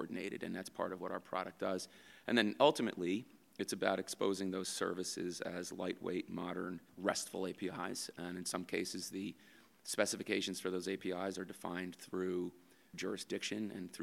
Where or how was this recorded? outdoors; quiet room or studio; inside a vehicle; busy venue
busy venue